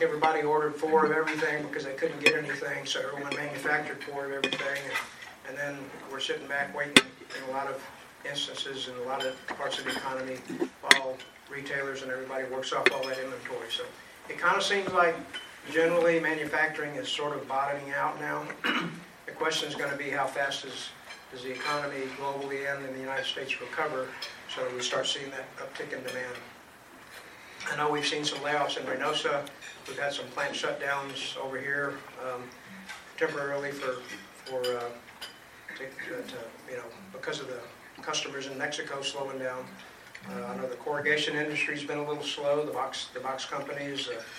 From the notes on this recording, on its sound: He mentioned the deal in his monthly report, which was given at the DoubleTree Suites by Hilton Hotel in McAllen.